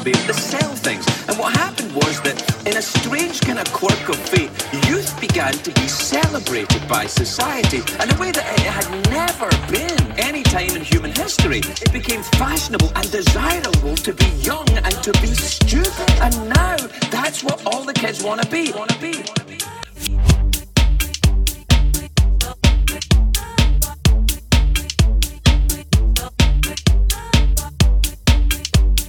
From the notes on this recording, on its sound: LiVE in Cornwall. Recorded set up til when the PA blew up.